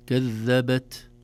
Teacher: يظهره إذا كان ساكنا خروج شيء من الهواء من مخرجه، يسمى همس التاء. كذبت، ولا نخرجه قلقلة، نقول كذبت قوم، كذبت هذه قلقلة، يخرج صوت وليس فقط نفس.